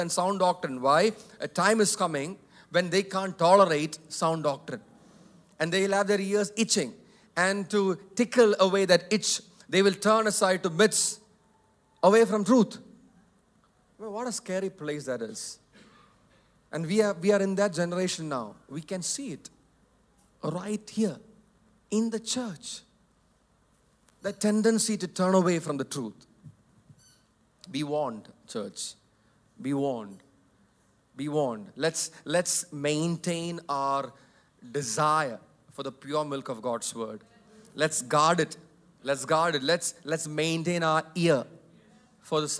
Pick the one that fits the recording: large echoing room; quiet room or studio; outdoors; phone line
large echoing room